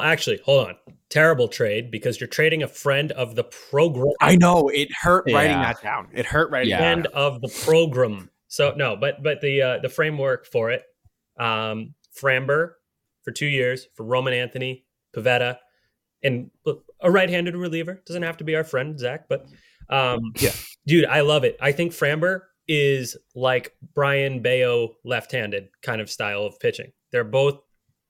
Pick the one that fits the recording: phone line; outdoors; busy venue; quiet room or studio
quiet room or studio